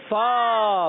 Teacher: اوپر کے دانتوں کے کنارے جب نیچے کے ہونٹ کے تر حصے سے لگتے ہیں تو ادا ہوتا ہے فا